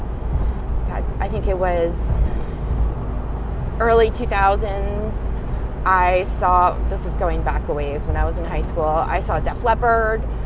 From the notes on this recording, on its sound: Apologies for the background noise, I was driving.